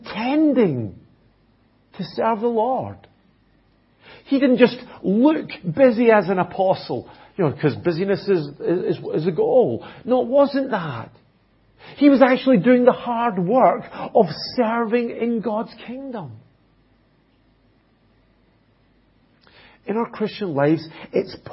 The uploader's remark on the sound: at Enniscorthy Christian Fellowship, Enniscorthy, County Wexford, Ireland